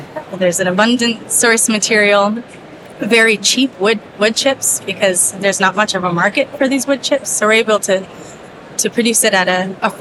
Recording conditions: busy venue